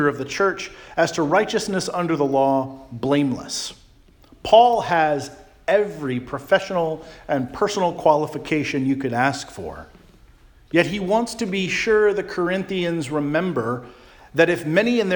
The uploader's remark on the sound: Charles Anglican Cathedral, Bremerton, WA.